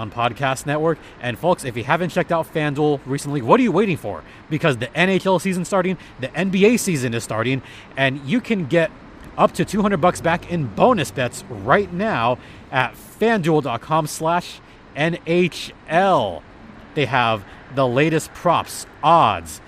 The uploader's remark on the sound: Records from Acrisure Arena following the game.